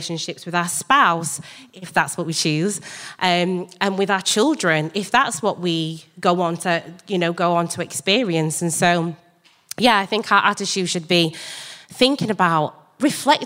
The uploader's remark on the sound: Live from the Hub